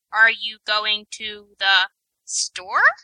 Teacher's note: it gets the rising intonation for question mark, but it only does it on the last word of the sentence